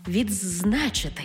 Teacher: У слові «відзначити» «ди» переходить у «дз» – «відзначити».